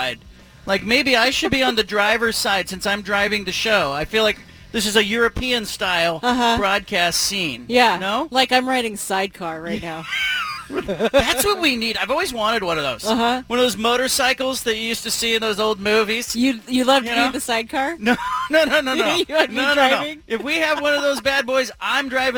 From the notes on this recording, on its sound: broadcasts live from Milwaukie Lumber in Milwaukie, Ore.